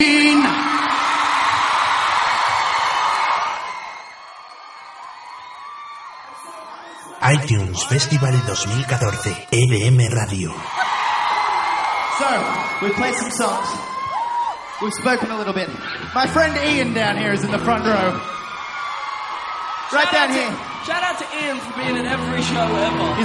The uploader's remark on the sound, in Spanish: retrasmitiendo en directo desde Londres